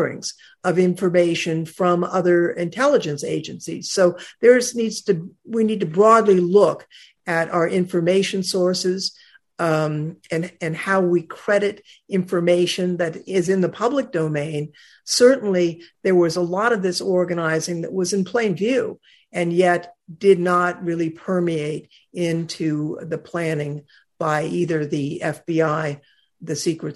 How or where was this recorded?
video call